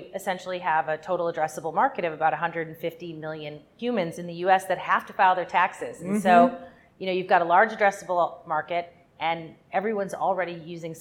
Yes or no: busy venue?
yes